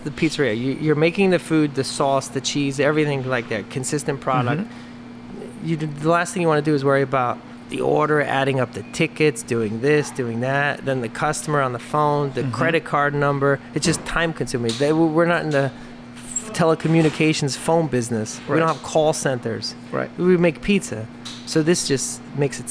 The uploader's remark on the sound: Owner of New Jersey’s Nino’s Pizza. Recorded in the best place on earth: a beloved local pizzeria.